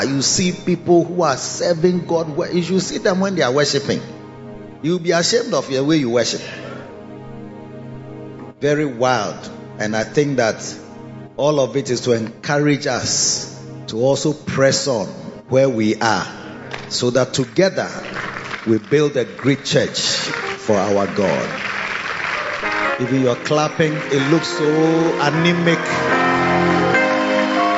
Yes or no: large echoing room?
yes